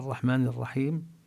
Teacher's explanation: اللام التي هي لام التعريف، اللام المعرفة، تدغم بالراء